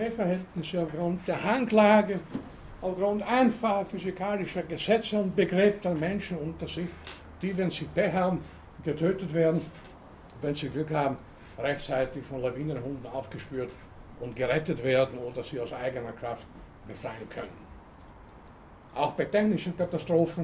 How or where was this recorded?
large echoing room